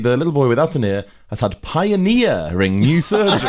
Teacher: And she really stressed the ear of pioneering.